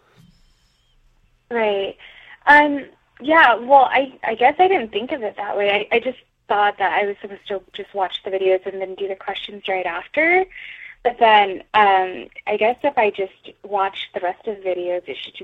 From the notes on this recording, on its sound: Live Calls from CPA Candidates.